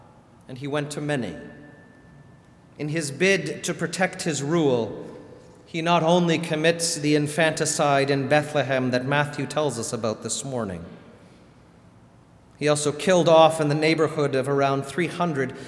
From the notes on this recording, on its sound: Sermon delivered at All Saints Kingsway on December 29, 2019.